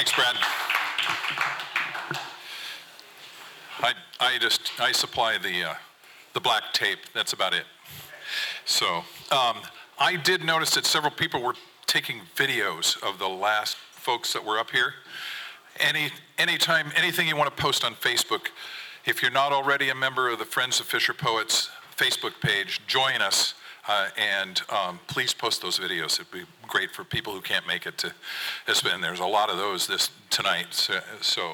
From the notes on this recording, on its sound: From the 2023 FisherPoets Gathering. This recording was made on Saturday, February 25th, 2023, at the Ten Fifteen Theater in Astoria, OR as part of the FisherPoetry Archive Project.